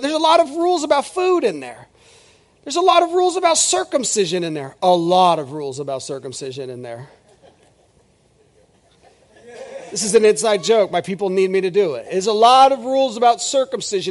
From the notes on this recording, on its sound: This is audio ripped from the Live Service video.